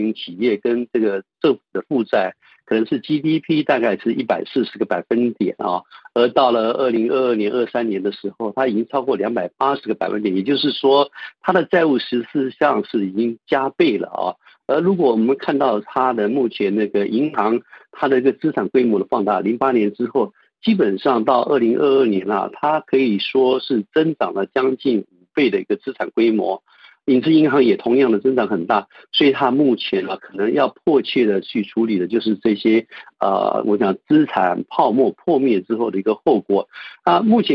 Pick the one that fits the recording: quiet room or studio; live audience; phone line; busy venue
phone line